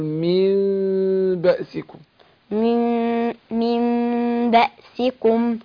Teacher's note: من بأسكم اقلاب، لكن هننطق الميم بغنة مع الاخفاء، والمين بيبقى في انفراج يسير كده بين الشفتين، يقول من بأسكم.